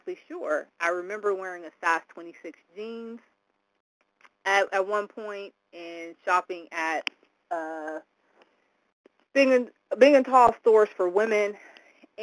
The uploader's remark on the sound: from the 100 Pounders Phone Meeting, date unknown